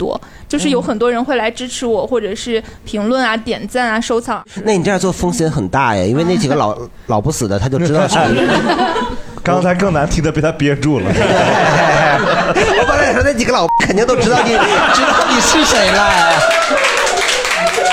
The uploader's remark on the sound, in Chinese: 这是一档由喜剧演员们和现场观众朋友们共同录制的播客节目